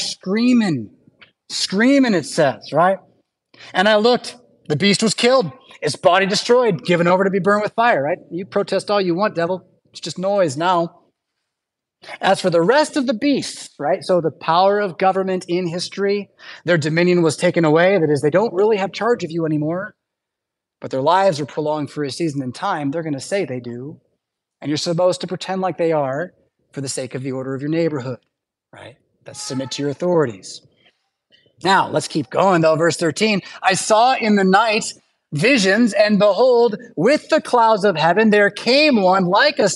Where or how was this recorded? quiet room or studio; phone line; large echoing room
large echoing room